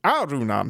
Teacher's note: Sri Lankans accent the first syllable, Americans the second, and Japanese people generally accent the third.